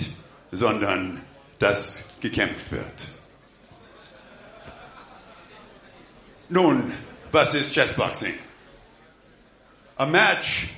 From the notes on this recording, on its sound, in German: Relive: IFCX Kampf 1. März der Intellectual Fight Club in Berlin statt. War für uns vor Ort. Den IFCX live kommentiert.